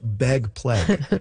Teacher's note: among some speakers, particularly notable in Vancouver and Seattle and maybe a little bit of Portland, ags are turning into eggs · Term: pre-G merger